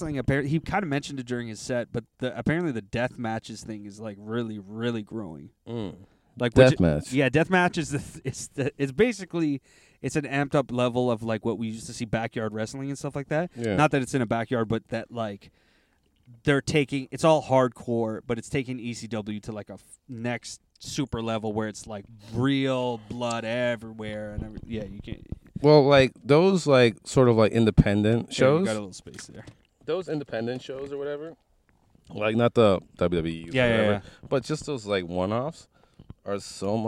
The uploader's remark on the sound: In this carcast